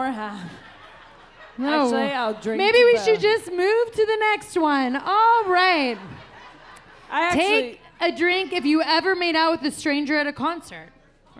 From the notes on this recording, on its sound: Live in Arizona! Hit the mic at a sold-out show at CB Live in Phoenix. The episode starts off with a memorable live intro.